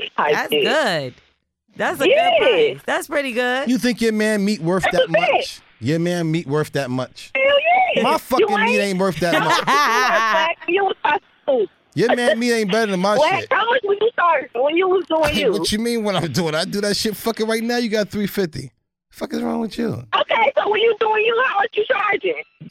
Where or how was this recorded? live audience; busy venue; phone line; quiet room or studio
phone line